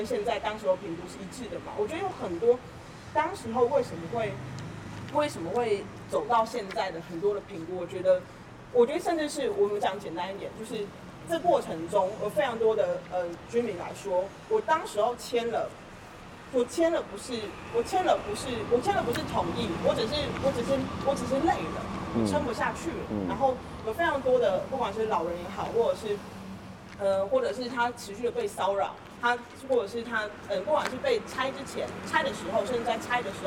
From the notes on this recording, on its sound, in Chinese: 本集節目因於鐵軌旁錄製，環境音會比以往節目大，請聽眾朋友諒解。